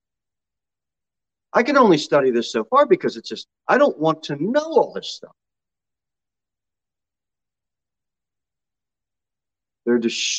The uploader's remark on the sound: Sermon delivered at Pilgrim Baptist Church on Sunday, June 5, 2022 at 10 am.